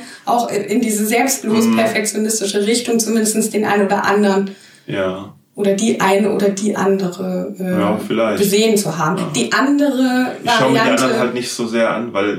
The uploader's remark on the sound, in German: Leider hat die Folge ein kleines Soundproblem. Ein Mikrofon verkehrt herum gestellt hatte, daher hat es nicht den gewohnten exzellenten Sound.